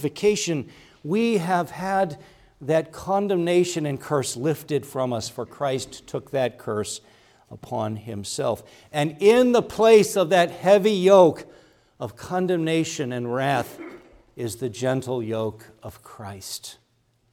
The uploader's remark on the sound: preached at Grace Orthodox Presbyterian Church in Sewickley, PA, during the evening Worship Service on Sunday, February 4, 2024.